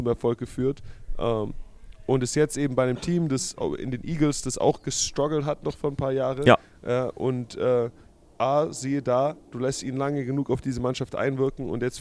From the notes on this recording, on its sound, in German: Die Super Bowl week ist in vollem Gange. Live vor Ort in Phoenix Arizona.